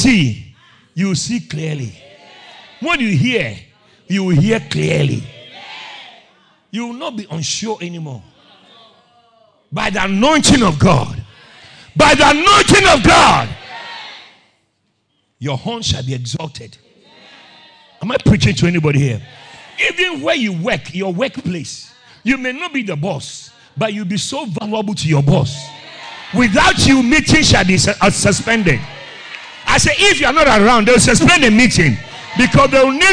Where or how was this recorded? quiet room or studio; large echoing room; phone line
large echoing room